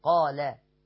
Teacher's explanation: والقاف مفخمة واللام مرققة